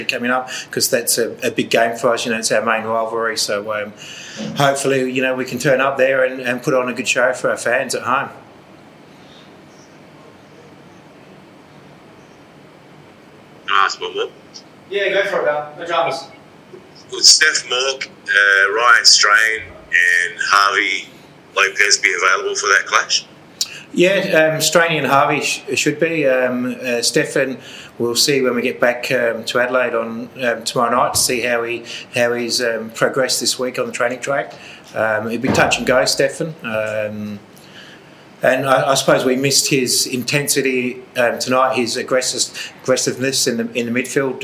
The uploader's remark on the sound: Post-Match Press Conference